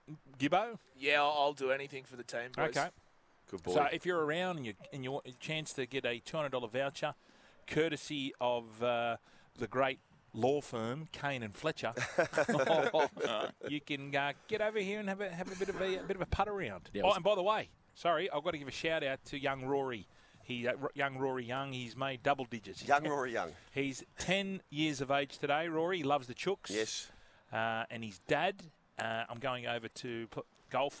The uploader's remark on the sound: broadcasting live from the Moore Park Golf Club